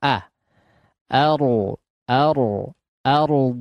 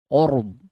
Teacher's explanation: Hamzah diucapkan dengan sempurna fathahnya. Jangan O. · Shown in: first take